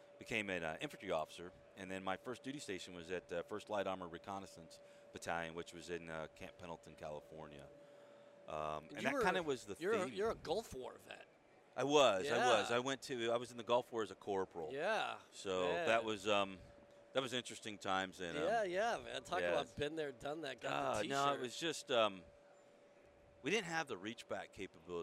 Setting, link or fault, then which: setting, busy venue